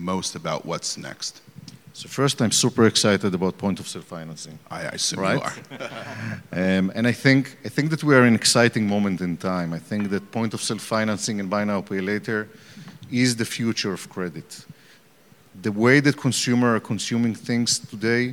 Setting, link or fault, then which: setting, busy venue